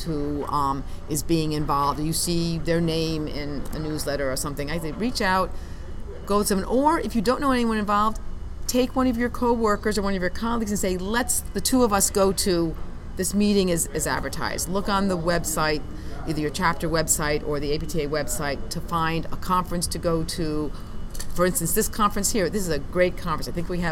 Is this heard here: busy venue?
yes